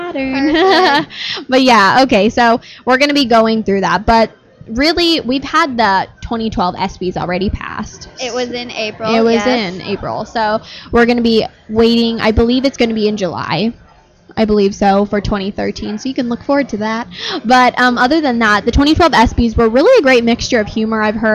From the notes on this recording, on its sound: Live From The Microsoft Store. We are on location at the Fashion Sqaure Mall in Scottsdale, AZ in the Microsoft Store. Two girls that happened to be in the Microsoft store decided they would say Hi to you too!